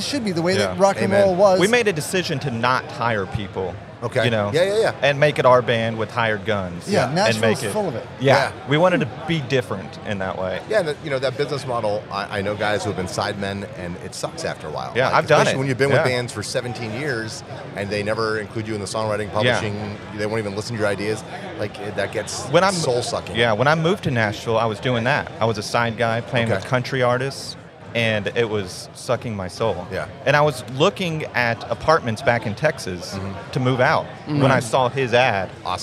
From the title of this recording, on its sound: interview from Rock N Pod Nashville 2023